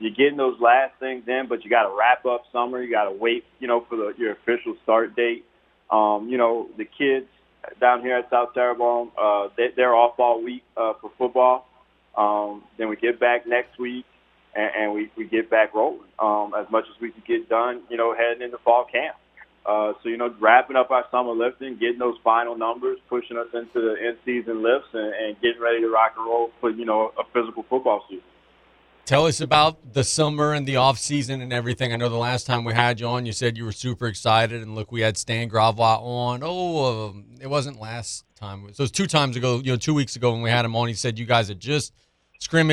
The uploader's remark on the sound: We open the show on the phones. Then go back to the phones.